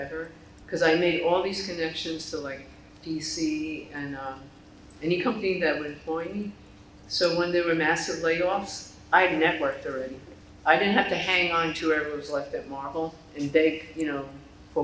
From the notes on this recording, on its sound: The following podcast is the audio recording taken from Comic-Con 2023.